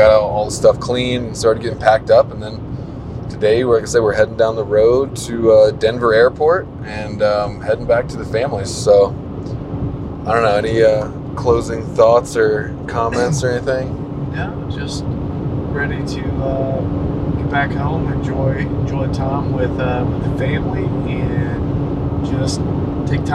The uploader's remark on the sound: As we roll down the highway from Casper to Denver, headed home. Apologies for the background noise.